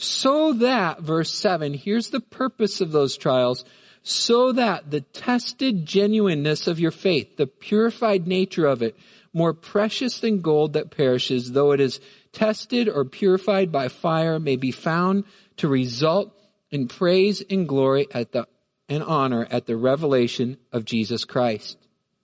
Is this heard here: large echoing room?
yes